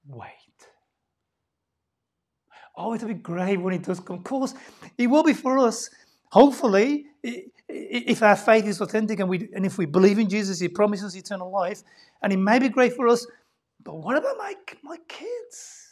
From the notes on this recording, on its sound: LIVE STREAM Service. By Living Word Bible Church.